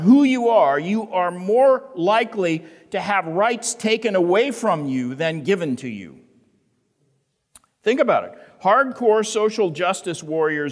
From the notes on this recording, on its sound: The Great Awokening Conference, Session 10